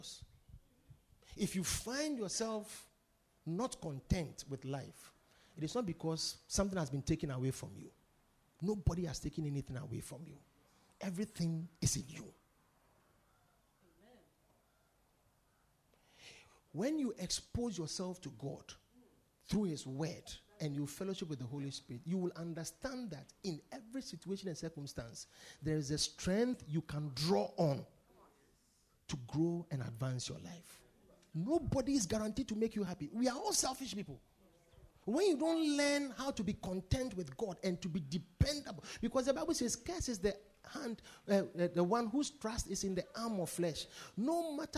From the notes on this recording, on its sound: Preached at the Victory Secrets Service